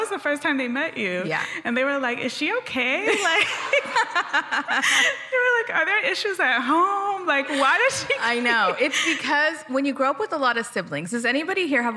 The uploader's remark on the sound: Recorded LIVE. We recorded this LIVE as part of their EPIC 2023 Wellness Summit.